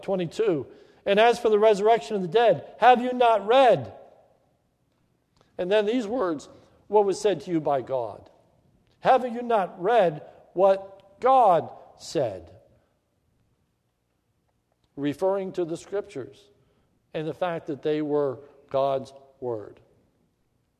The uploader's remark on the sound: This is a sermon recorded at the Lebanon Bible Fellowship Church in Lebanon, PA on 3/13/2016 during th morning service